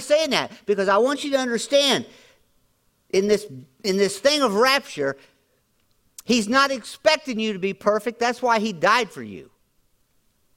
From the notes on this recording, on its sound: Audio podcast from Grace Church on 7-23-2023